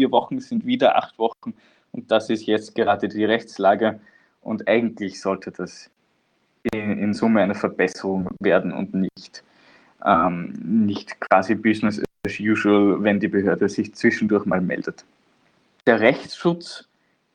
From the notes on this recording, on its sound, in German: Mitschnitt der Online-Veranstaltung